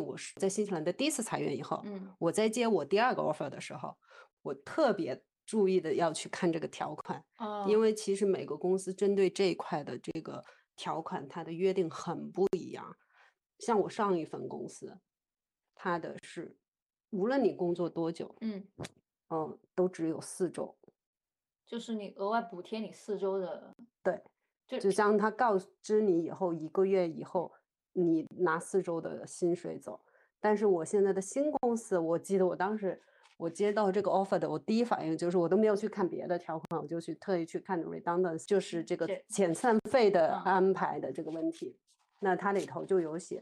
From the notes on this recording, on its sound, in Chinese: 本期用腾讯视频录制的，音频效果有点差强人意，还请大家多担待！